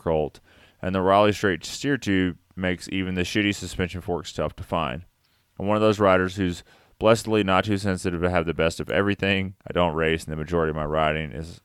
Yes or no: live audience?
no